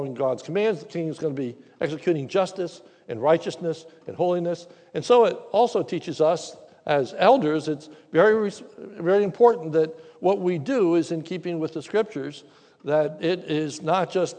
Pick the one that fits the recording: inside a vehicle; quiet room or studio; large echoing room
large echoing room